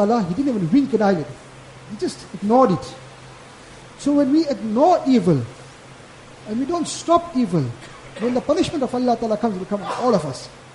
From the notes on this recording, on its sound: Jumuah lecture